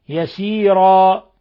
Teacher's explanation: نقف عليها بأن نبدل التنوين الفتح بألف، وهو مد عوض مقدار حركتين